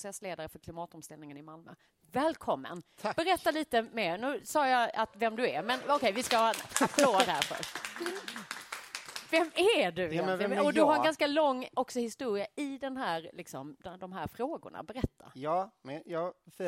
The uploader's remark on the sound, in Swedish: göra första avsnittet i serien som en livepodd